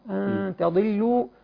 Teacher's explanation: التاء واللام مرققه اما الضاد تفخم · Term: ادنى مراتب التفخيم